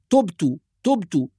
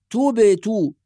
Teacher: أيضا في قوله سبحانه وتعالى إني تبت إليك، بعض الناس يهمل القلقلة فيقول تبت تبت، وعلينا أن ننتبه جيدا إلى قلقلة الباء، طالما ساكنة لازم تقلقل · Shown in: second take · تبت. أيضا من الناس من يجعل الشفتين مضمومتين عند القلقلة فيقول توبت توبت، كأنه يضم الباء أجعلها توبت، وهذا أيضا خطأ.